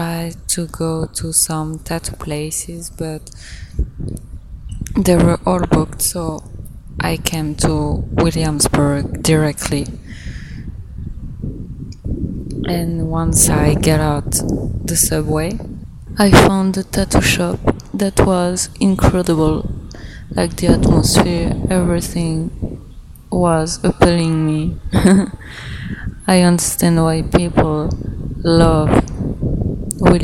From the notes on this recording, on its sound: I record outside, so the quality is not the best but well, the emotion is there. Vibing in new york city, alone.